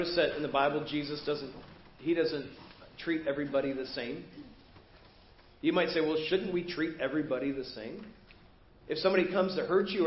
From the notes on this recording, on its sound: Preached at First Baptist Church of Hazel Park